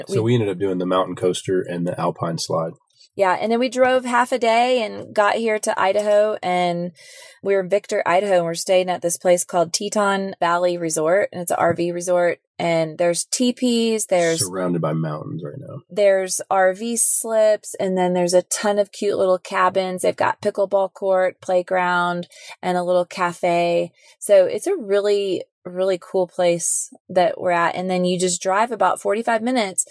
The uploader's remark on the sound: coming to you “live” from our dream RV vacation in Idaho!